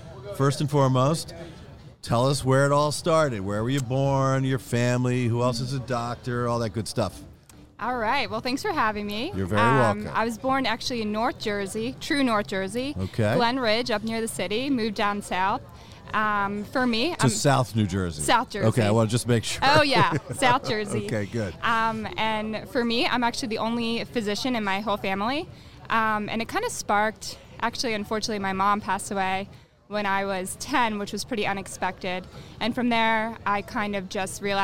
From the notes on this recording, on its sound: Recorded live at the 2023 Orthopedic Summit in Boston, Massachusetts.